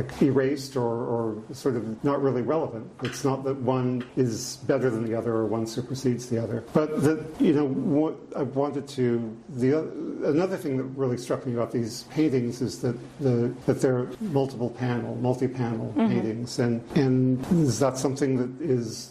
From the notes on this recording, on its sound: Produced by Jennifer Baahng Gallery. Recorded live on Saturday, October 8, 2022, at 2 pm. Solo exhibition at Jennifer Baahng Gallery in New York.